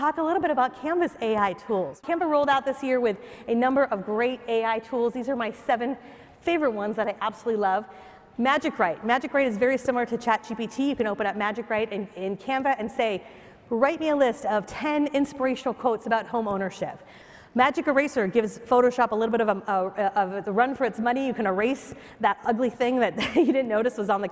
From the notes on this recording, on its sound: Takes the stage at Inman Connect Vegas 2023 (#ICLV).